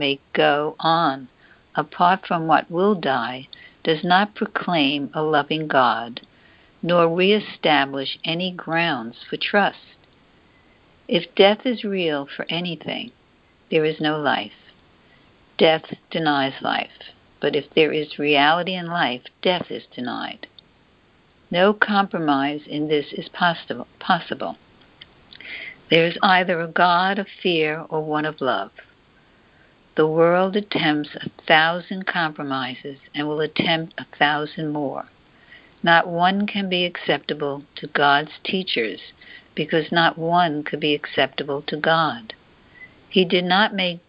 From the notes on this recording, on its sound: ACIM Daily Conference Call